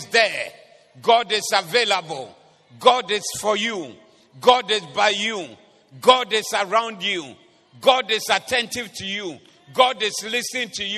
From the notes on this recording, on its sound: Preached at the Doxa Service 05032023